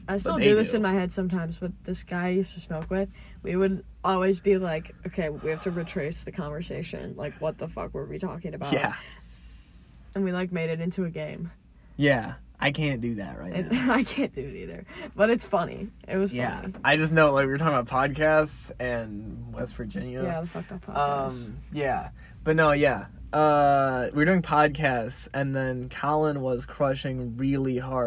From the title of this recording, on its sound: minicast in my car